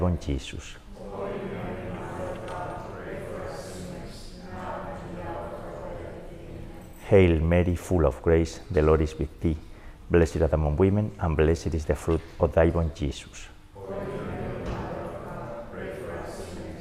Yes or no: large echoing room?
yes